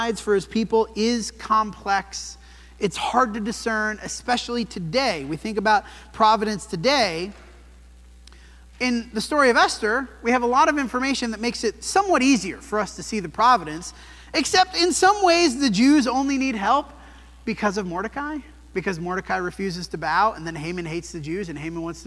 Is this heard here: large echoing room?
yes